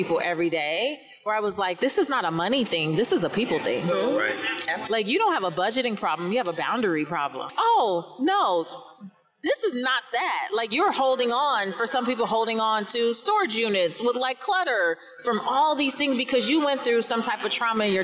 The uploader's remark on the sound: Coming to you live from FinCon 2022.